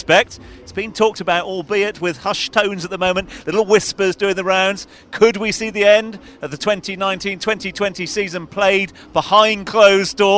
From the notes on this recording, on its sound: From their original home Barasti